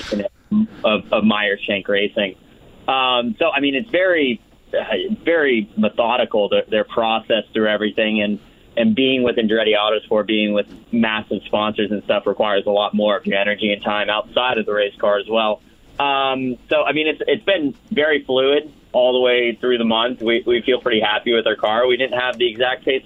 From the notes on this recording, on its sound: go back to the phone lines